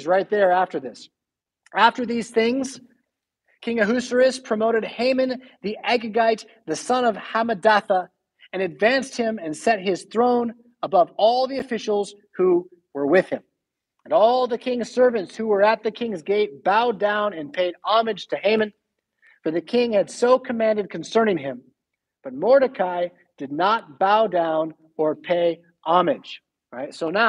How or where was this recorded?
large echoing room